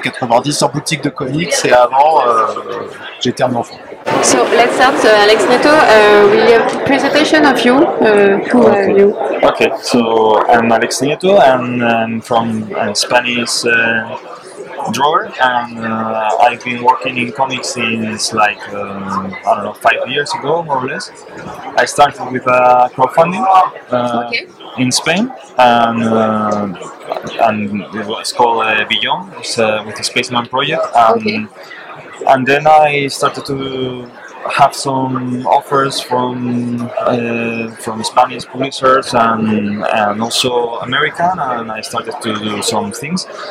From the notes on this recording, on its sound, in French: Une dernière interview sur le stand de 404 comics au Festival International de la BD d’Angoulême 2023